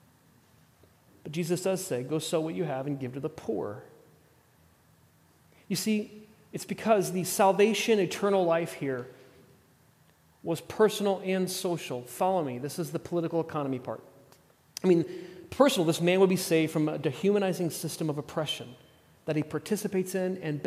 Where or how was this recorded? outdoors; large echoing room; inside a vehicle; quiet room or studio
large echoing room